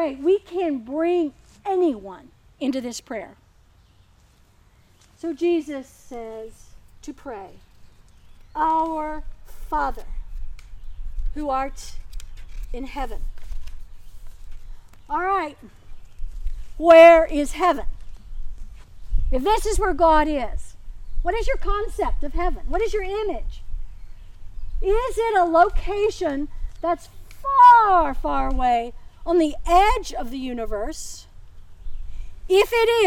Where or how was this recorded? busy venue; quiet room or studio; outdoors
outdoors